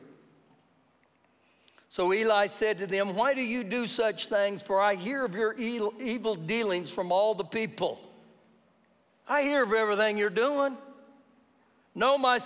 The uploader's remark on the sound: Recorded live during our Sunday morning service